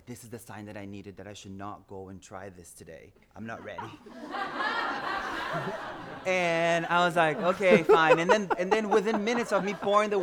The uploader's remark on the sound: Recorded at the touchpoint town hall in NYC on September 11, 2018 at The Assemblage Nomad.